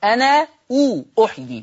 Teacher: أثبت ورش ألف أنا وصلا، وصلا بشرط يثبتها كمان في الوصل، بشرط إذا جاء بعد همزة القطع، إذا جاء بعدها همزة قطع مفتوحة، لما يجي بعدها همزة قطع مفتوحة أو مضمومة.